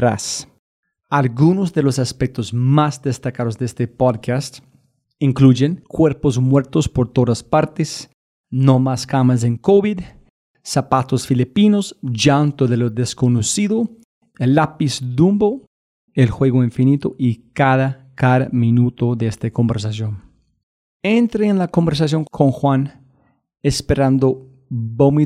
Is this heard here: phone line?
no